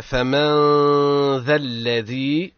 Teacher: ثم حكم النون عند الذال، حكمها الإخفاء مع الغنة.